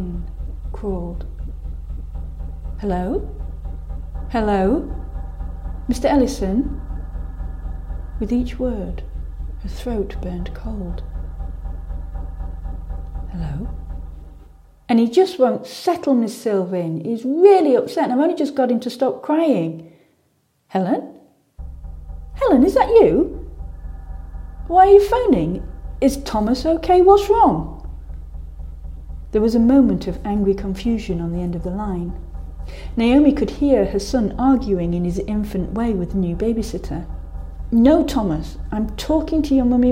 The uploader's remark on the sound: Complete with strange creaking doors, hollow acoustics and extraction fans with a life of their own. Sets off for strange-familiar places with a story, an iPhone and a microphone in hand. In the East Midlands, UK.